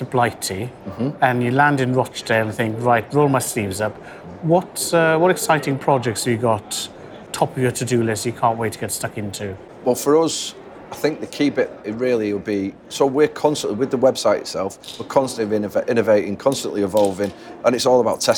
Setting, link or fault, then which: setting, busy venue